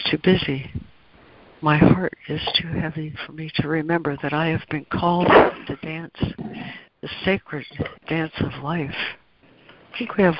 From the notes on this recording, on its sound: ACIM Daily Conference Call